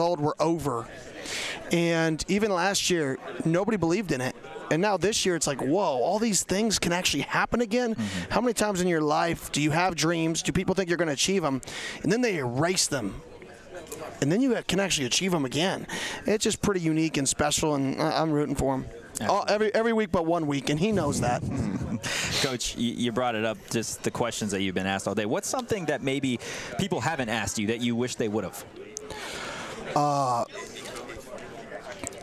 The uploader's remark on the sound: Live from Pac-12 media day.